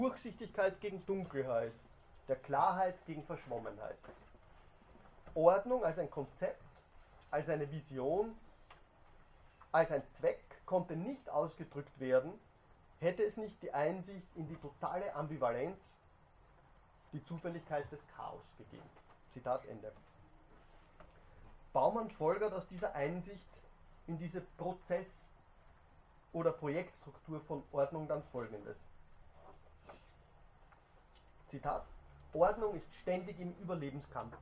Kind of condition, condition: setting, large echoing room